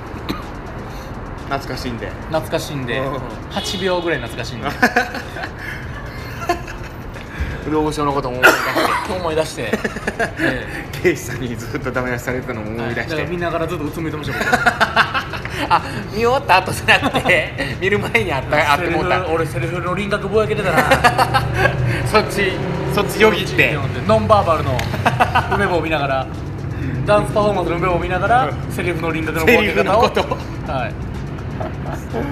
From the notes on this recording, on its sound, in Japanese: 野外で収録